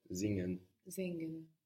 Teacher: we have that S like a Z